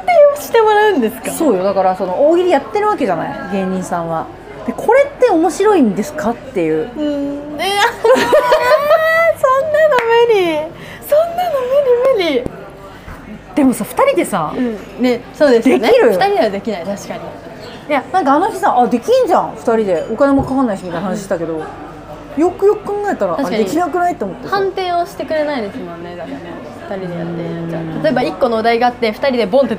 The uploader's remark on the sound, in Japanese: バイト先で生牡蠣を食べながら収録してみた